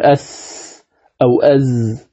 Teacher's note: أص، حرف الصاد فيه استعلاء، ولذلك تجد اللسان يعني مؤخرة اللسان تصعد عند النطق بالزاي، بخلاف السين قل أس أو أز لا تجد فيه صعود في مؤخرة اللسان